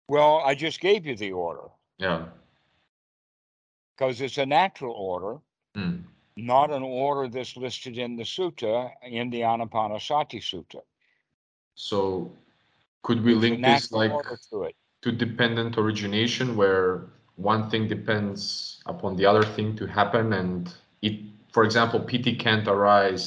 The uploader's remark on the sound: skype calls on this channel